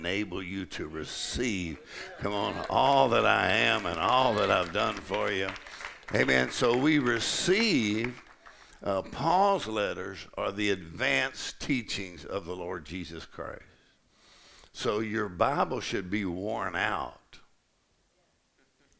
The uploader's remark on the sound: Faith and Fire Conference: Sunday Morning | 1st Service